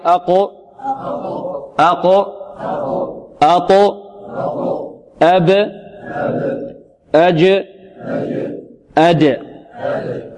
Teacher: لم يجري معها النفس ولم يجري معها الصوت، ولذلك قلقلت · Term: القلقلة